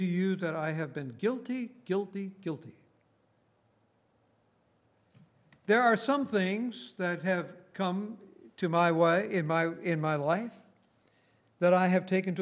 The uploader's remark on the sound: Recorded on December 9, 2018, at Grace Bible Fellowship in Front Royal, VA.